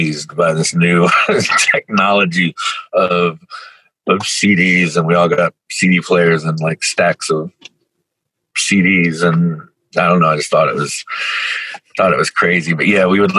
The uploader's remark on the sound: Over video call. Outside a tattoo shop near Cincinnati called Designs by Dana, where his drummer was getting some work done.